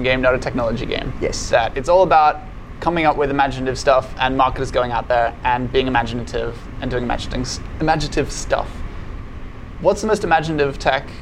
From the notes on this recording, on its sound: This interview was recorded at CeBIT Australia, the Asia Pacific’s largest and longest running business technology event.